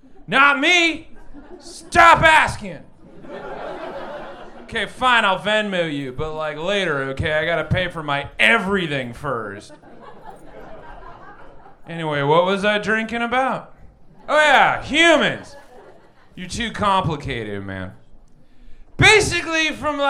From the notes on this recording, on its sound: Recorded LIVE at Chicago’s Historic Green Mill Lounge on November 11th 2023.